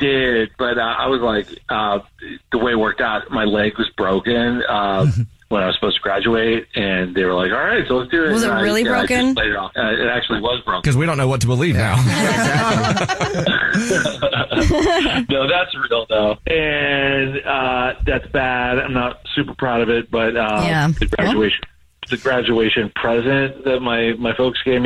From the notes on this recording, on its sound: The man on the phone has a Dirty Little Secret and we are calling him to ask about it!